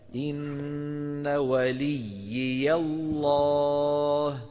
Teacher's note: الأولى مدغمة في الثانية فصارت ياء مشددة، يكون نطقها هكذا: إن وليي الله، مع بعض، إن وليي الله، وليي وليي، ثلاث ياءات، يلا مرة، وليي الله، تمام.